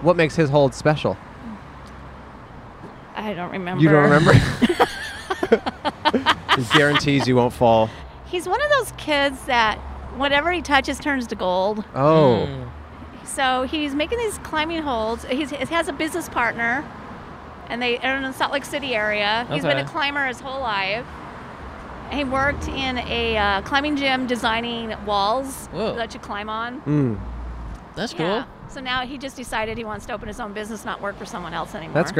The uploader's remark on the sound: Recorded on 5/22/21 in front of The Pleasure Chest on Santa Monica Blvd in West Hollywood.